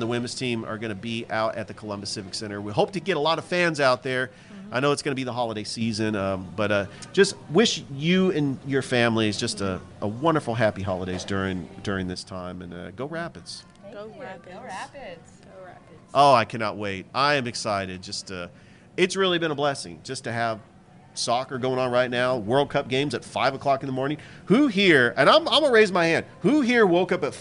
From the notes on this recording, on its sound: Live at Ivy Park Sports Bar and Grill